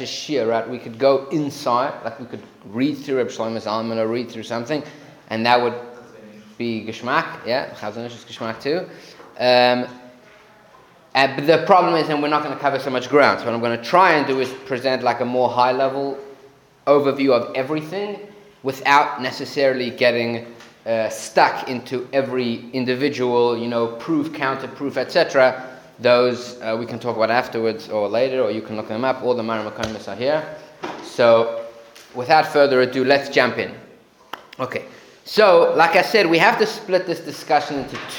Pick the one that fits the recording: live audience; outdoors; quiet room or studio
live audience